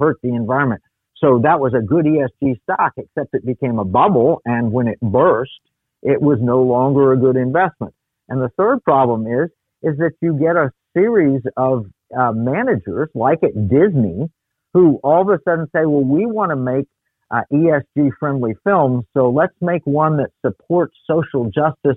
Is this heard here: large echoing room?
no